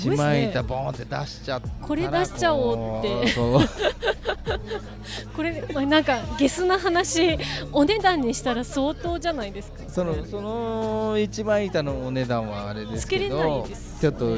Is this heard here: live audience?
yes